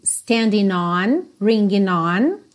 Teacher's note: Lembrando que essas ligações do standing on, ringing on, você tem a opção de fazer a ligação direto no N, standing on, ringing on, ou você pode fazer standing on, ringing on, ok?